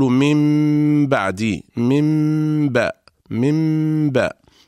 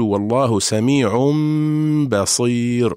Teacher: نطبق الشفتين على الميم وعلى الباء التي بعدها إطباقا واحدا · Term: الميم المقلوبة